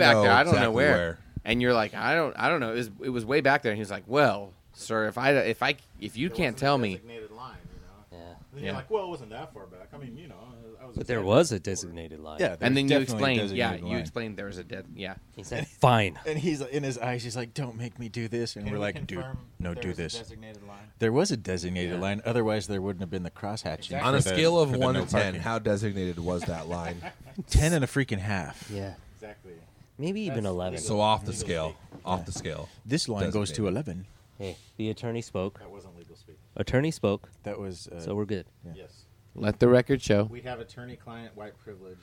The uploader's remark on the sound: A special live episode recorded on a patio overlooking the Puget Sound and the Seattle skyline.